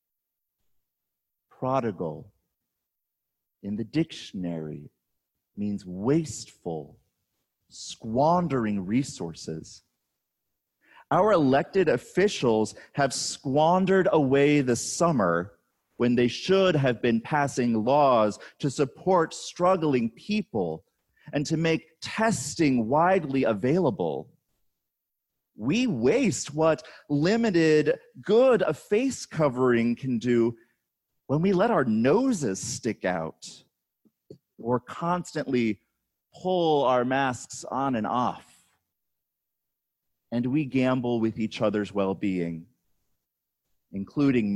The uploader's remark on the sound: on August 16, 2020, at Hector Presbyterian Church